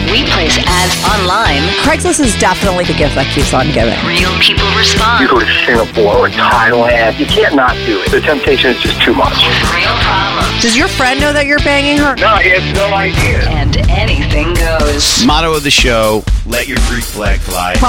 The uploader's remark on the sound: she called in to talk all about it